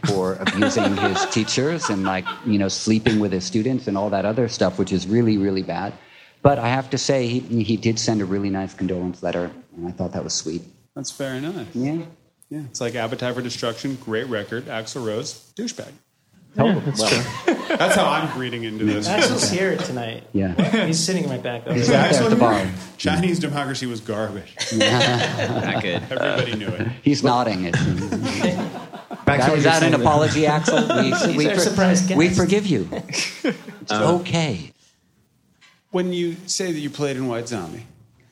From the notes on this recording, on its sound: Live at Union Hall. Hosts for a live podcast taping at Union Hall, Brooklyn.